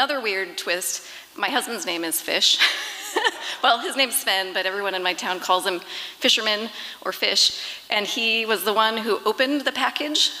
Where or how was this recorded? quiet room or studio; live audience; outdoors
live audience